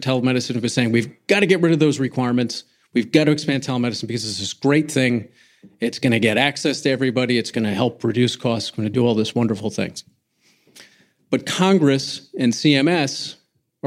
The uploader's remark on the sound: on the stage at DOCSF 2019